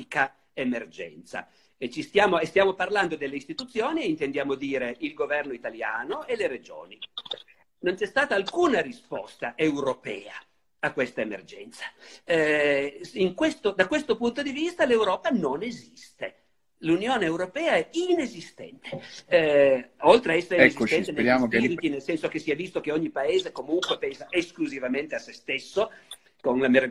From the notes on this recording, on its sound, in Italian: In videochiamata.